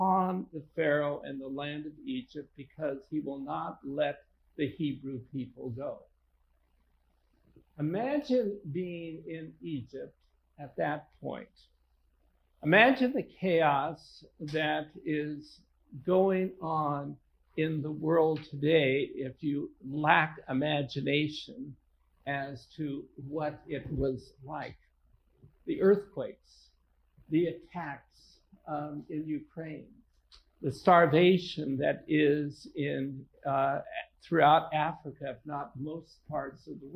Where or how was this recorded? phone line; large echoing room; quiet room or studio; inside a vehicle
large echoing room